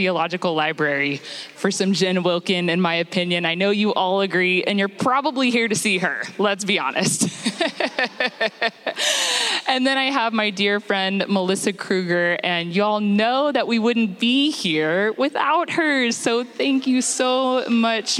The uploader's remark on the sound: Our very first Journeywomen Live event that was recorded this past summer at The Gospel Coalition Women’s Conference.